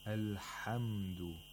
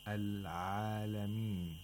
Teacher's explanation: Ha is voiceless. The vocal cords don't vibrate when pronouncing ha, while in ayn, the vocal cords vibrate when pronouncing ayn. So ayn is voiced, ha is voiceless.